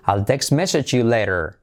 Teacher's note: Message, letra clave GJ, message you later. Y la G de message se junta con el Y y hacemos una GJ también